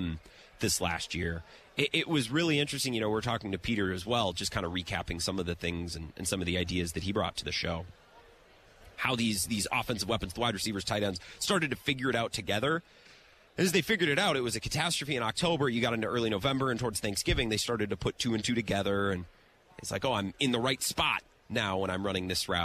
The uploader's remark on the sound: live at Radio Row